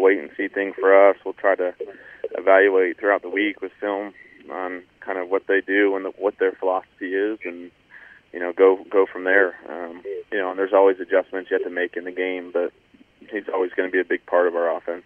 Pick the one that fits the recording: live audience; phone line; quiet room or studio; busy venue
phone line